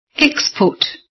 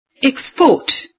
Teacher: Put the stress on the first syllable so that you'd pronounce the words as nouns. · Shown in: first take · Term: noun form